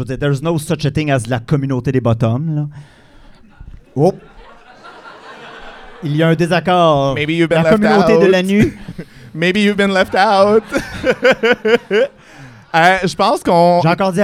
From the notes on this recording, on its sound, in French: Live devant pubis. C'est notre épisode devant pubis enregistré au Café Cléopâtre!